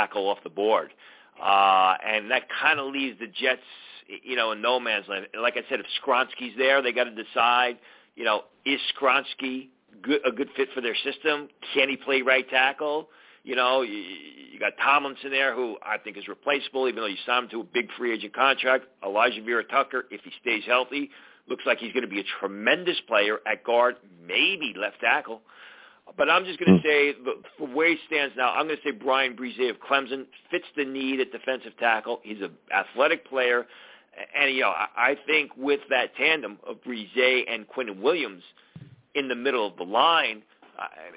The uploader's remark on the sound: I also take live callers!